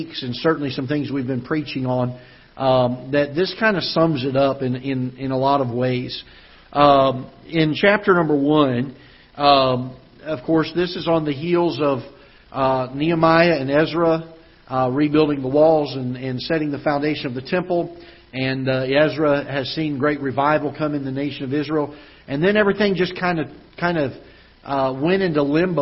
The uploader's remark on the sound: Ketha Heights Baptist Church ~ Live Broadcast